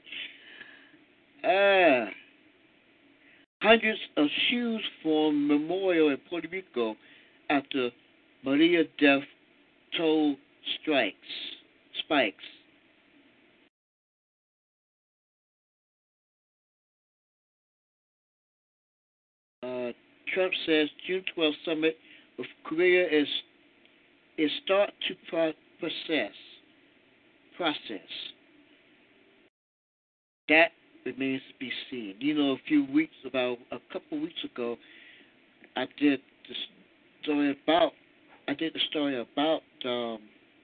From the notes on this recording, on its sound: News and your phone calls tonight "LIVE".